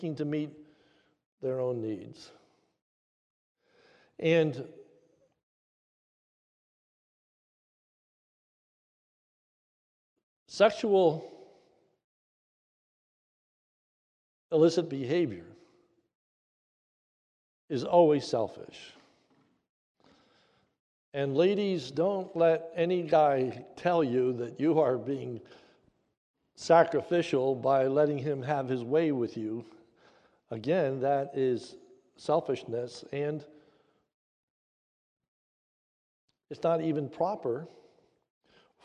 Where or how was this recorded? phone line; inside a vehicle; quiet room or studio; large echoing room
large echoing room